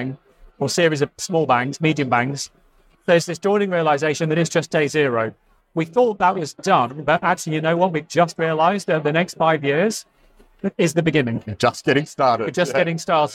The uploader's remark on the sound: Recorded live at the Agile Australia Conference.